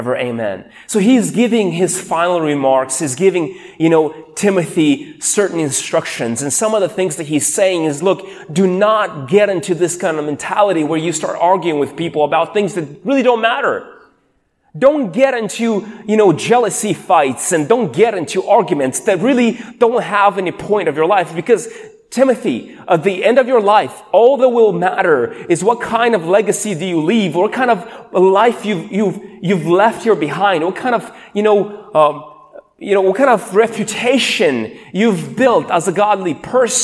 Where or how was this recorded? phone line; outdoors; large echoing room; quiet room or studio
large echoing room